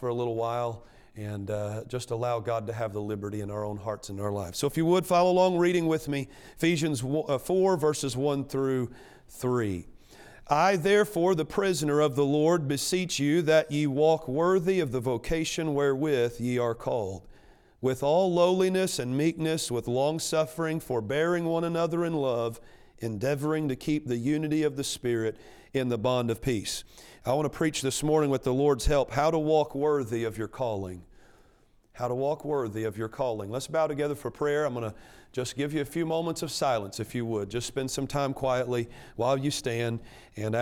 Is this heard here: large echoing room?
yes